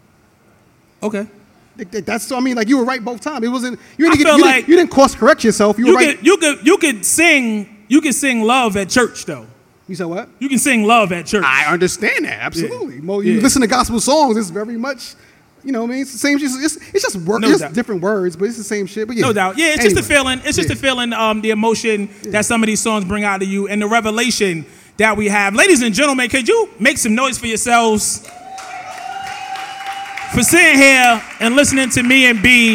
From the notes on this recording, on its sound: In front of live audience in New York City.